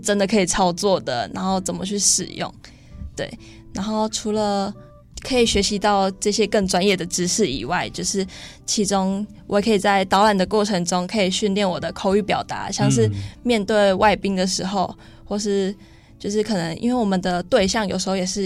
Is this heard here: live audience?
no